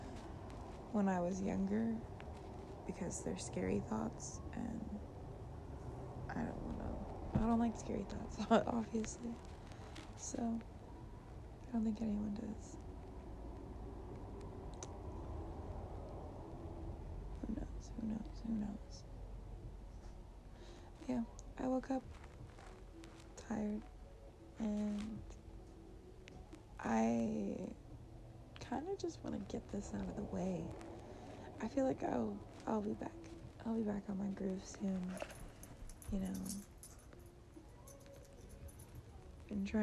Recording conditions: sounds in the background